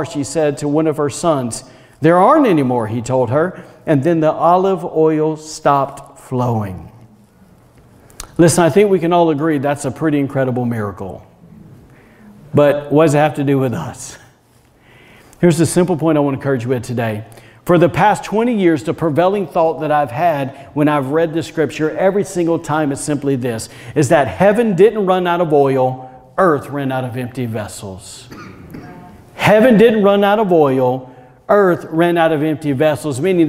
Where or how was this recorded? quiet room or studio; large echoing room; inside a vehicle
large echoing room